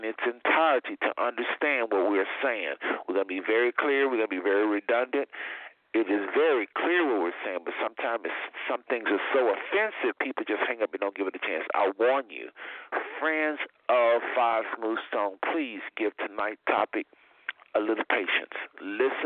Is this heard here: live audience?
no